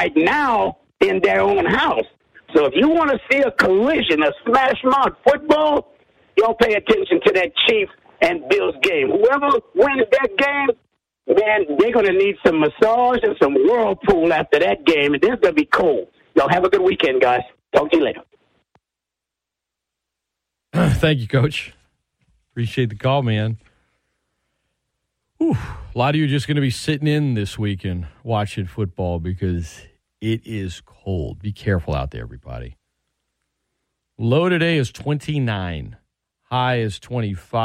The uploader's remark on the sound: talk phone calls from the ESPN Lafayette listeners